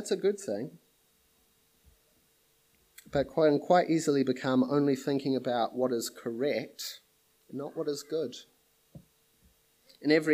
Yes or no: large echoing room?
yes